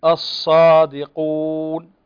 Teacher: درجات الصفير، أقواها مع المشدد مثل كلمة الصادقون، فالصاد لأنها مشددة